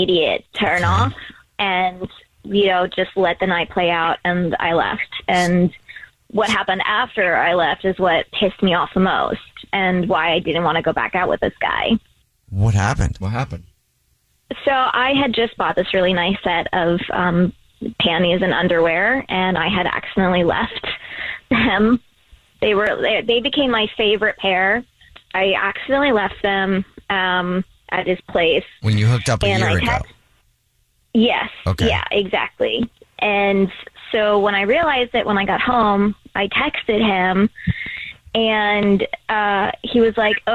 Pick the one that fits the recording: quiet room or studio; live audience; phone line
phone line